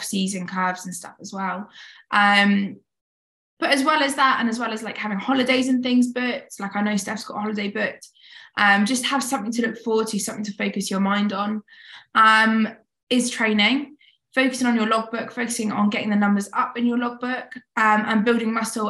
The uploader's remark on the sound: This episode started life as a webinar I delivered to some incredible women on the topic of post show.